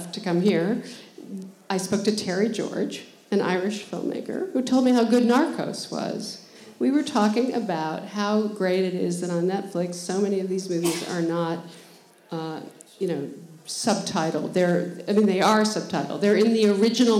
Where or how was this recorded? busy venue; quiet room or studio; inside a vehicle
busy venue